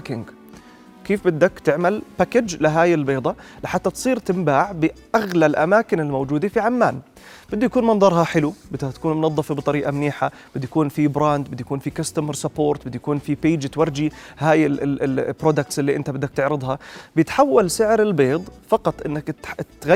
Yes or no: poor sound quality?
no